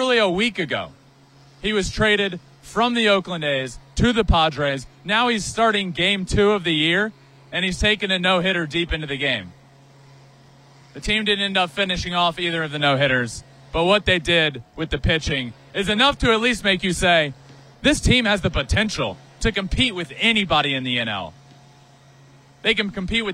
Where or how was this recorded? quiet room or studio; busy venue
busy venue